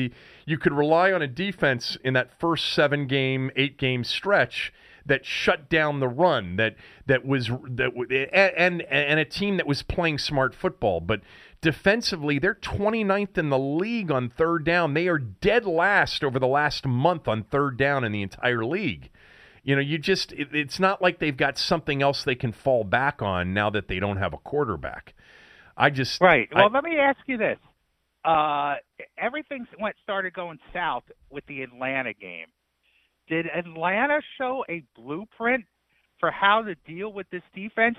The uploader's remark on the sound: called in from vacation